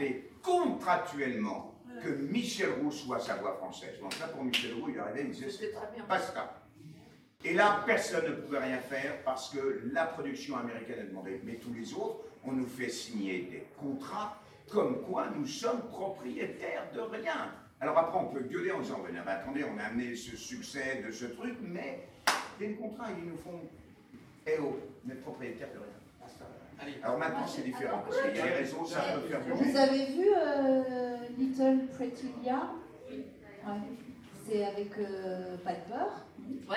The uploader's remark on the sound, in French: Voici donc venir la première conférence/rencontre enregistrée lors de POPCON 2020. Il s'agit de la rencontre avec les comédiens de doublage présent sur le salon.